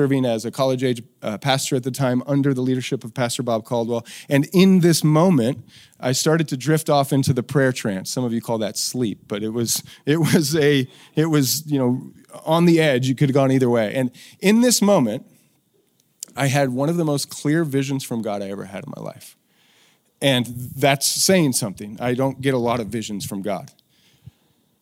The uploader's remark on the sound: Recorded during the final session of our Boise Idaho training event.